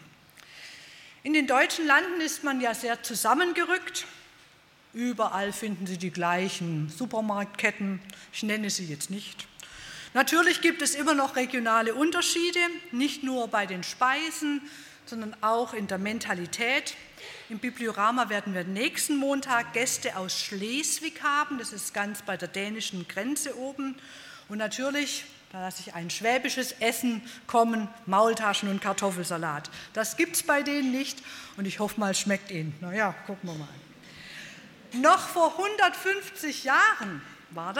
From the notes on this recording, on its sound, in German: bei einer Veranstaltung der Liebenzeller Mission